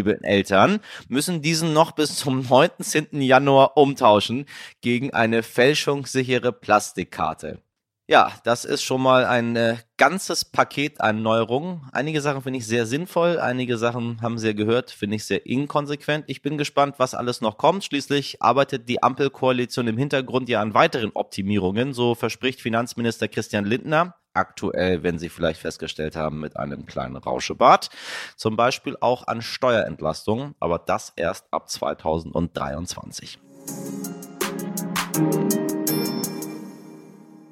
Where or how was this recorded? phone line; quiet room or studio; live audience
quiet room or studio